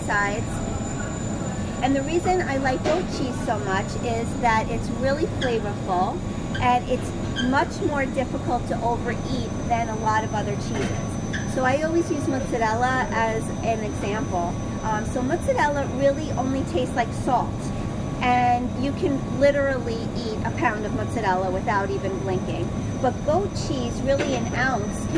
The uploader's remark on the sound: Thrive LIVE. Live from Whole Foods.